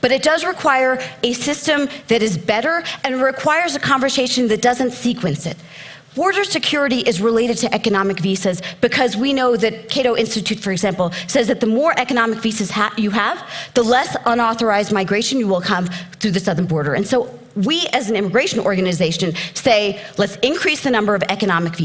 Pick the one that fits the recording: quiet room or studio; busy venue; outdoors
busy venue